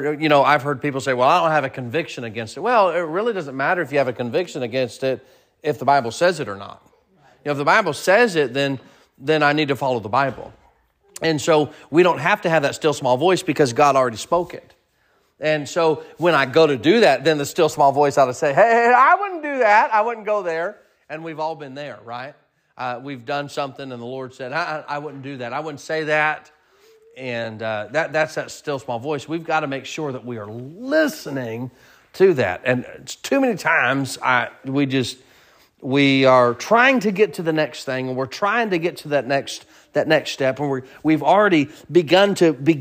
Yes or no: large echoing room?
yes